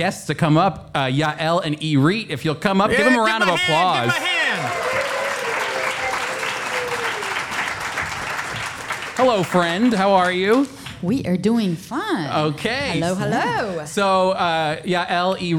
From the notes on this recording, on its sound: With a live audience. Live audience from Friends of Israel’s National Prophecy Conference: The Seven Feasts of Israel.